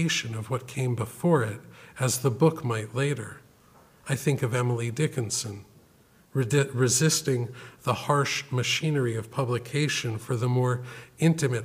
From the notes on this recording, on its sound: This lecture was given October 16, 2014, at Harvard University’s Woodberry Poetry Room. Thank you to the Woodberry Poetry Room for partnering with the Series for this event.